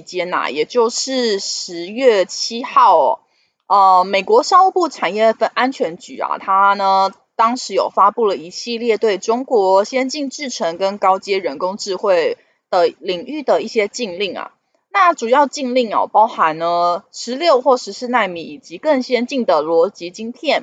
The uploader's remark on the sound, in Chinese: 本集有些許雜音，已亟力避免，如有察覺請多多包涵